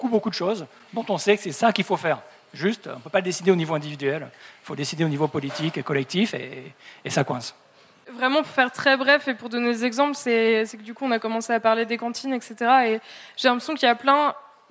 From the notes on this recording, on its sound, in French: Conférence enregistrée en public à la REcyclerie, en partenariat avec le podcast Présages. Ce deuxième enregistrement en live du podcast Présages.